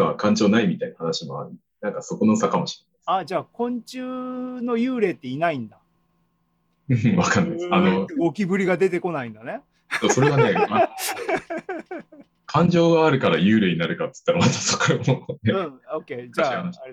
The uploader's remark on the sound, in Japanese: ２０２２年６月２９日に開催した ZOOMライブの模様です